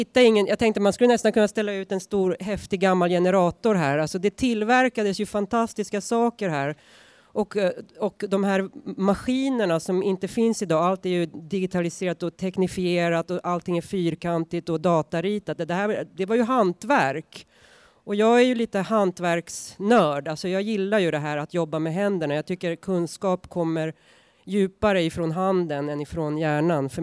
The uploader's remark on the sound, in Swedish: I det här avsnittet får vi lyssna till en inspelning från invigningen. Den 28 september, i strålande höstsol möttes ett åttiotal personer över en mugg soppa för att vara med då ett nytt offentligt konstverk avtäcktes.